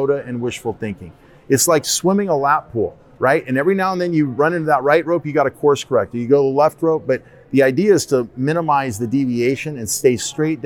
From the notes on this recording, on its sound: NRB 2021 Backstage Pass. We recorded these interviews at the 2021 National Religious Broadcasters Convention in Grapevine, TX at the Gaylord Texan.